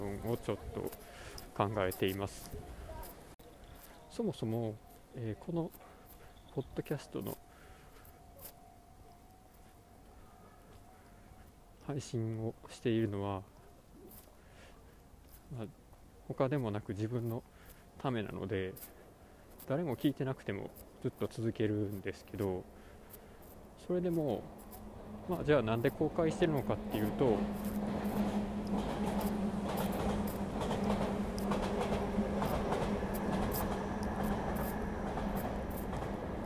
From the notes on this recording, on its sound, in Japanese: 真冬の野外。特に後半部分で路上音をカットしていません。外はうるさい。